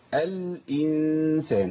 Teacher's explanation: اللام عندي ساكنة يبقى لازم اسكن اللام اقف عليها ريح عليها شوية